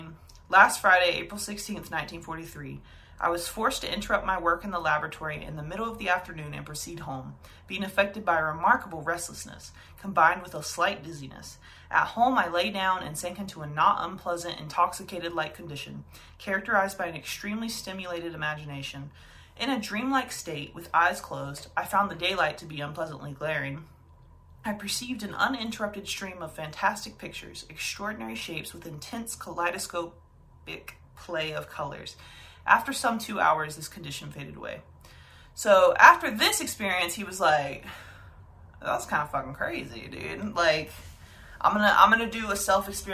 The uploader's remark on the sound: I forgot to plug my mic in like an absolute moron so video audio it is!